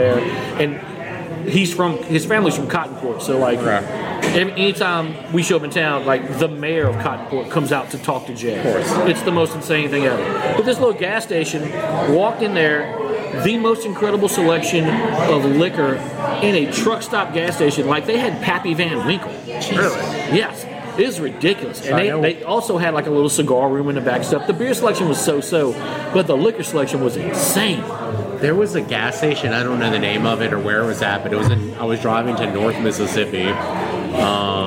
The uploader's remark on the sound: at Cypress Coast Brewing in Baton Rouge